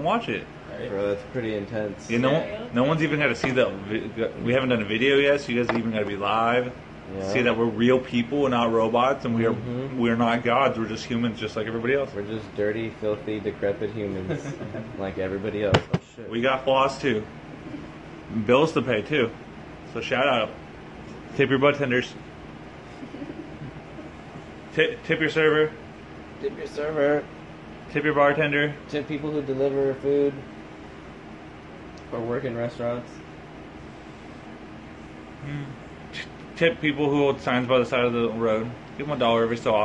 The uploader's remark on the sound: Recorded off of a phone. We had two silent guests who wanted to observe the podcast!